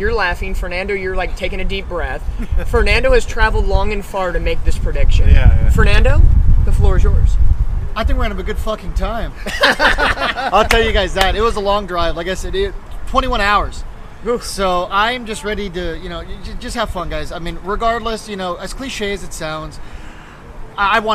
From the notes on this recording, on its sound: Replay of the live from the Tailgate.